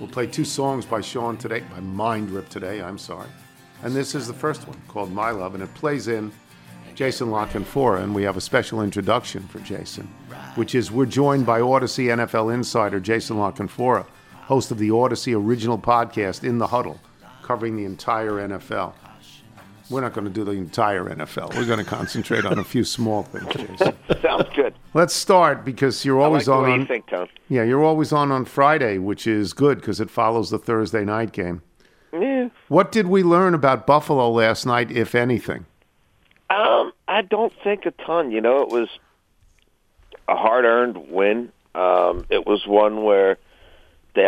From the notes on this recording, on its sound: phone in with their weekend picks